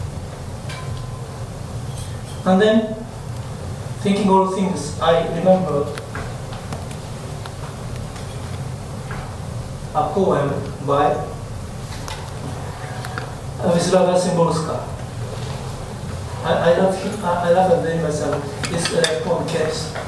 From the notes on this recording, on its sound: at the Worlds Literature Festival Salon: Tuesday 21st June 2011